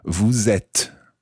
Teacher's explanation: when you follow vous with êtes, you pronounce the S of vous